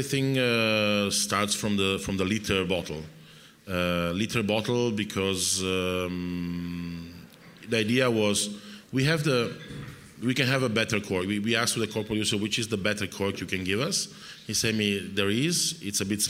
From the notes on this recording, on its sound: This talk was recorded by Heritage Radio Network as a part of RAW Wine NYC 2019's Speakers' Corner. A talk-tasting.